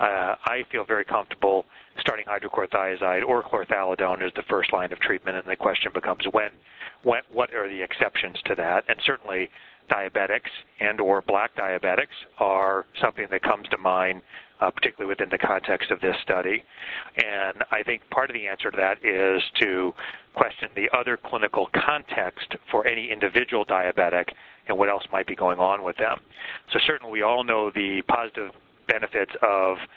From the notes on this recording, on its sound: April 2005 Author in the Room® Teleconference